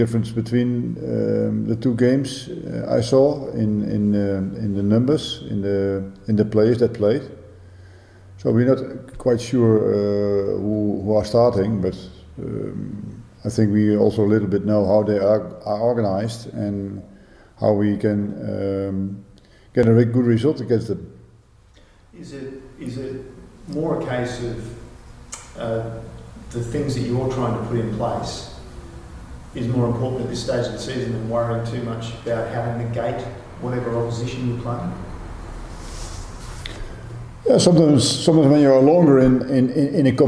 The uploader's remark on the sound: FFA Cup Semi Final press conference